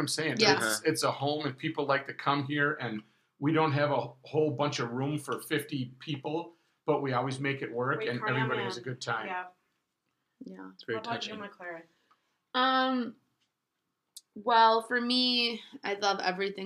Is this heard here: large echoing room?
no